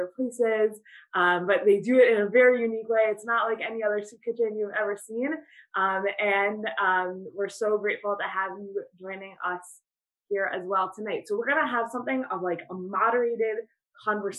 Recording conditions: video call